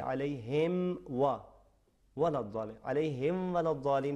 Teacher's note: अलैहिम मीम को पूरा तलफ़ुज़ करने के बाद फिर जी आगे चलेंगे, अलैहिम वलद्दाल, बाद में फिर चूँकि लाम के ऊपर शाद है, तशदीद जी है, उस पर हम तवज्जो रखेंगे, वलद्दालीन।